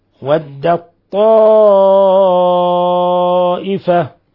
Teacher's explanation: مد متصل لاتصال الهمزة بحرف المد في نفس الكلمة يمد من 4 إلى 5 حركات